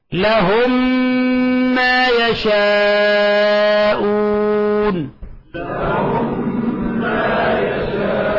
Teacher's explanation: لاحظوا صارت ميم واحدة مشددة · Term: إدغام المثلين الصغير